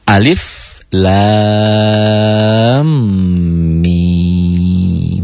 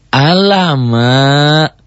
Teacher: maka panjang lam dan mim masing-masing tiga alif. · Shown in: first take · Tiga alif atau enam harokat. · Term: mad lajim harfi musba